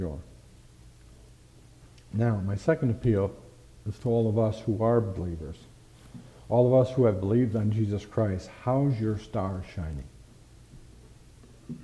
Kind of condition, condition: setting, large echoing room